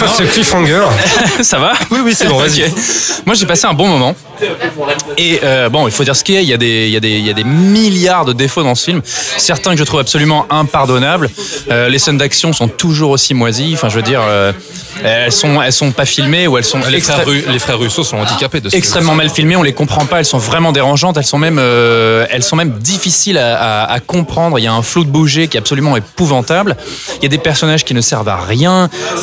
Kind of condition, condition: setting, busy venue